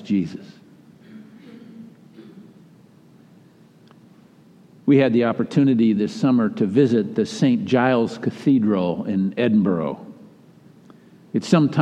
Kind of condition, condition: setting, large echoing room